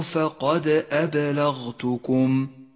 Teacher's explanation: قلقلة حرف الدال قلقلة كبرى لأنها في آخر الكلمة، بينما في حرف الباء قلقلة صغرى لأنها في وسط الكلمة